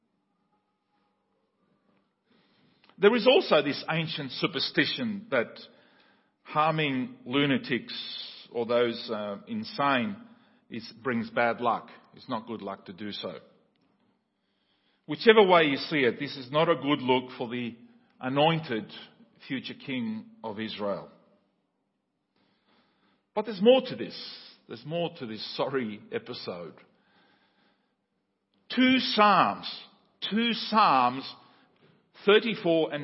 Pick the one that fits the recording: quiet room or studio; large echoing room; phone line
large echoing room